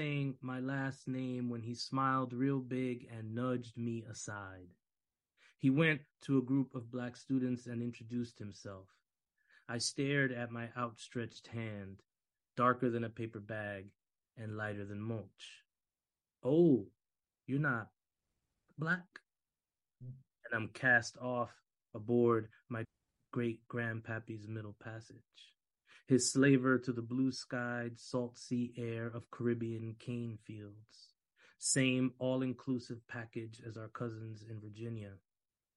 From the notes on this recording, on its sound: As a result of sound issues, your audio device may need to be turned up to a higher volume.